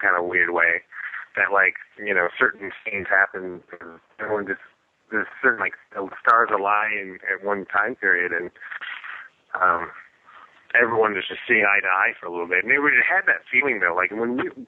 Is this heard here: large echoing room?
no